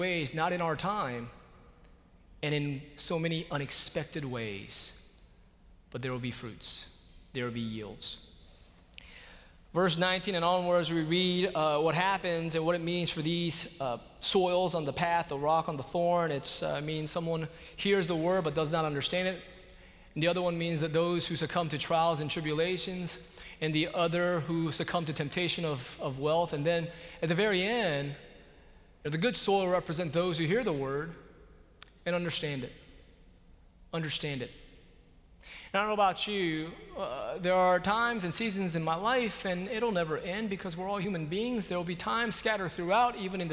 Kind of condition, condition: setting, large echoing room